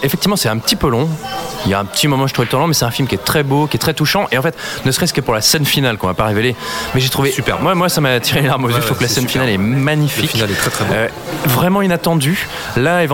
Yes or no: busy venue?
yes